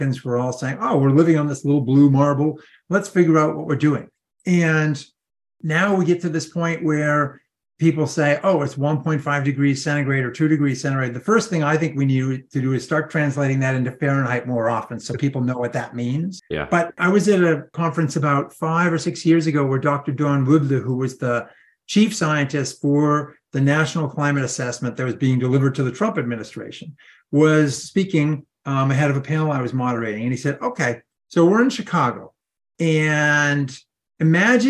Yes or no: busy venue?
no